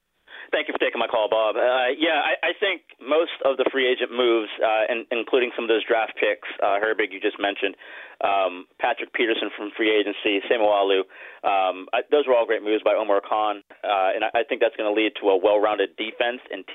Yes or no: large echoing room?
no